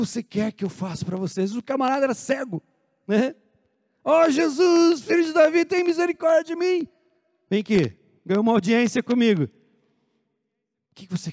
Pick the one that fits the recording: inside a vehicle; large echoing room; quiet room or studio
large echoing room